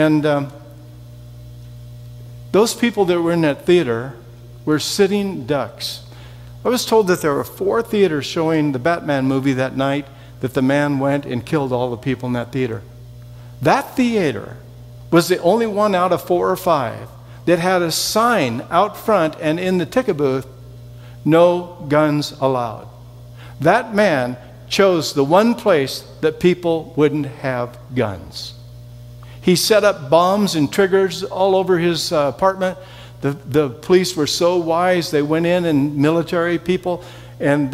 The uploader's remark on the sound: Session 3 from the 2019 Southwest Men's Conference